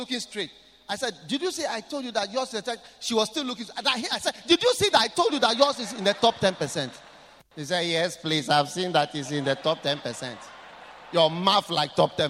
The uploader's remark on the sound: Preached at the Qodesh